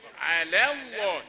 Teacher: أي لام في القرآن لا تفخم إلا لفظ الجلالة. لام لفظ الجلالة تفخم بعد فتح أو ضم · خد بالك لفظ الجلالة الله لم مفخمة. لكن على اللام اللي قبل لفظ الجلالة لا تفخم. أي لام في القرآن لا تفخم إلا لفظ الجلالة.